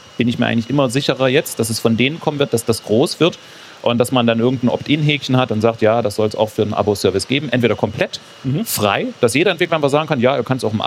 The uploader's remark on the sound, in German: Im CAGGTUS-Live-Talk. Im Live-Talk von der CAGGTUS 2023 in Leipzig.